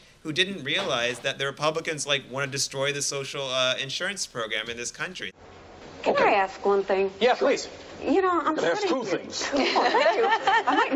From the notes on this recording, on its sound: In this live show